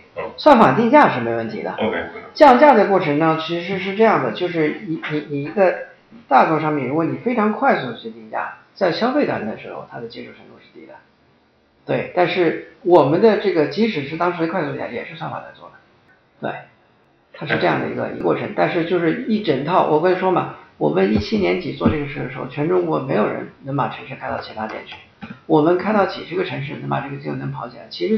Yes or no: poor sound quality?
yes